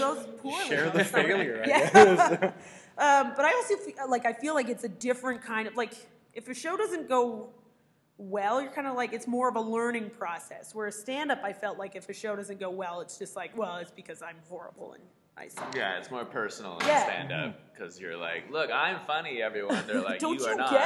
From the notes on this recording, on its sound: This edition of TCS was recorded LIVE at the Toronto Sketch Comedy Festival.